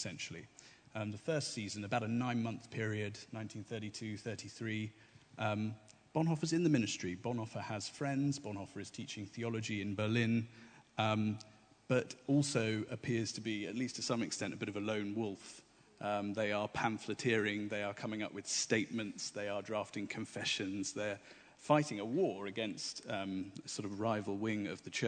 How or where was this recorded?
large echoing room